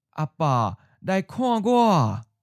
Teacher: the emphasis is on the pronoun 我 and as the final syllable of the sentence, it keeps its original tone.